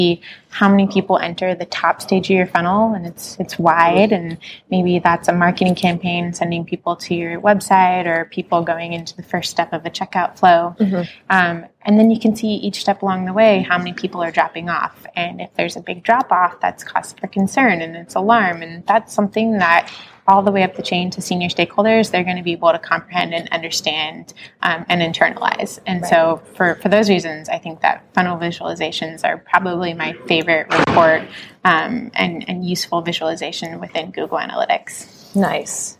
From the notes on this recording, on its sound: On location during our speaking stint at the LovesData Analytics Conference in...Australia!